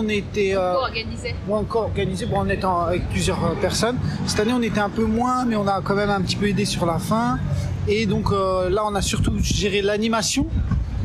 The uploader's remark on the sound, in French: Reportage à la Marche contre le spécisme à Paris